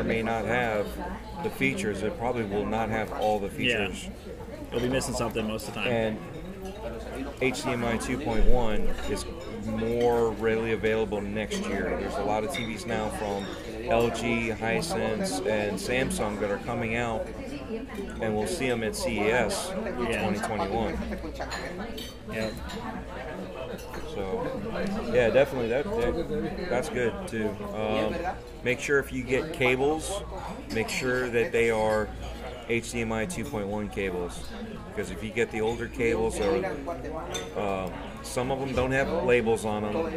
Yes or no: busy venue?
yes